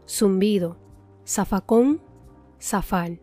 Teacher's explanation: tenemos la Z seguida por una vocal y por ende se pronuncia como una S normal